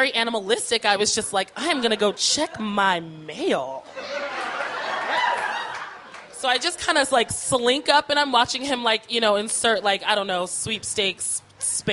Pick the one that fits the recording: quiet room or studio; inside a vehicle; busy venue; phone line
busy venue